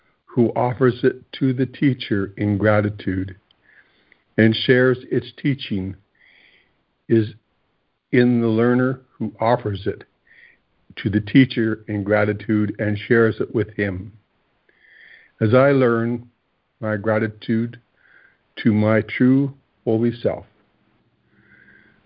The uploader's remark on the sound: ACIM Daily Conference Call.